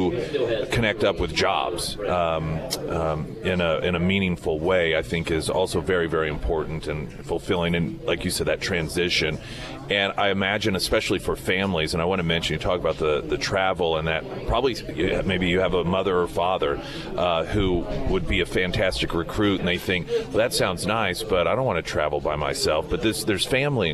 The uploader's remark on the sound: Live at Scramblers Diner for the Friday Roadshow.